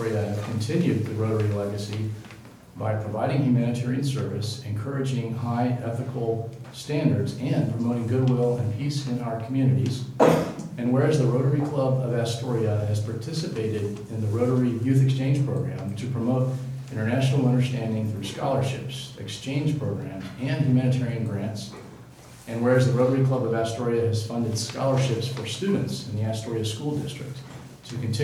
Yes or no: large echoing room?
yes